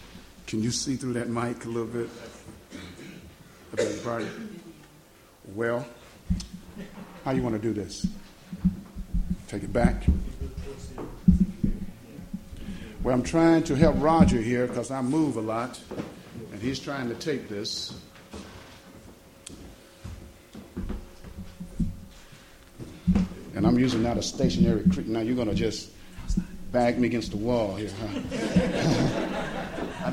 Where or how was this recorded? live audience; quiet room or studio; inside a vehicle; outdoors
live audience